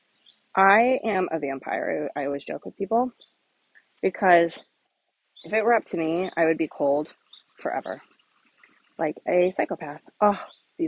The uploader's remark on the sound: Walk & Talk